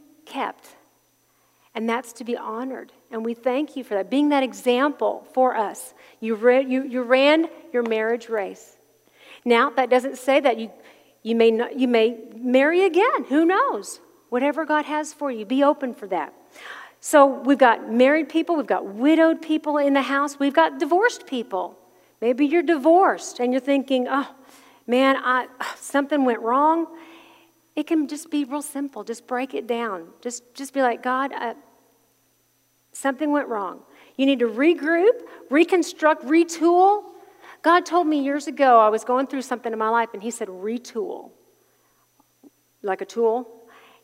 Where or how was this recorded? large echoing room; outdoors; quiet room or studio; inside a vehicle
large echoing room